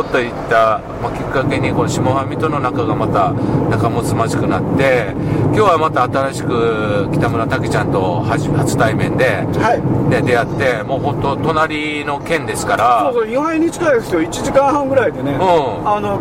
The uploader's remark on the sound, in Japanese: 福井県へ向かう車の中でドライビング対談収録をいたしました。